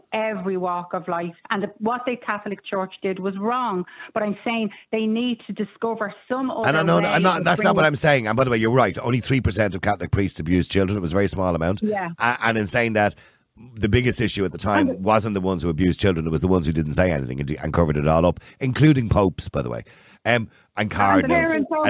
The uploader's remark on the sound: Opens the phone lines, inviting a diverse range of perspectives. Callers share their thoughts.